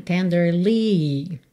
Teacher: Tenderly, sílaba tônica é a primeira. Aqui, por conta da melodia, esse li ganhou um pouco mais de destaque.